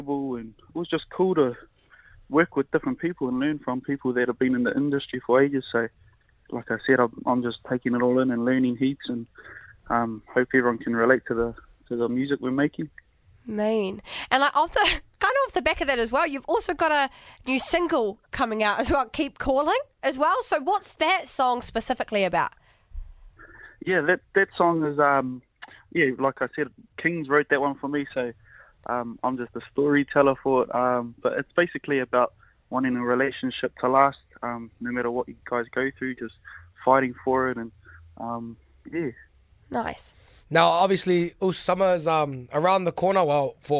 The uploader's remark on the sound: over the phone